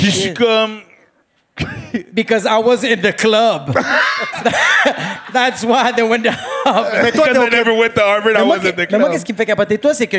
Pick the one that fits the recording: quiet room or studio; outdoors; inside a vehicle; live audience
live audience